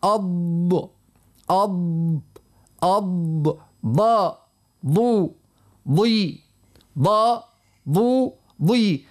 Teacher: الإطباق الصفة هذه اللي هي التساق، الالتساق يعني اللسان يلصق الفوق مع الحنك الأعلى أو محاذاته، محاذاة شديدة به